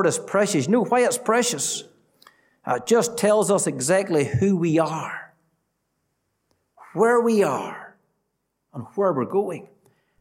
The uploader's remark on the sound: Gospel Audio from Ballyclare Gospel Hall